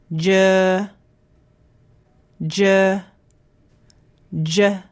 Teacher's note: You then build up air and release your tongue to let the sound out. This sound is voiced, so you can feel the vibration in your throat. Try holding the sound for a long period to get the tongue position and the mouth shape right.